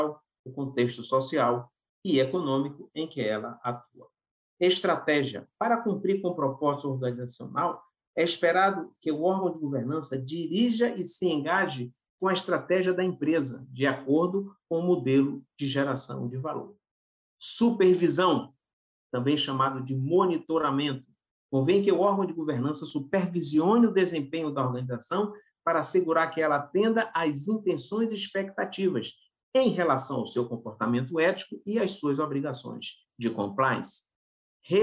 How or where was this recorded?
video call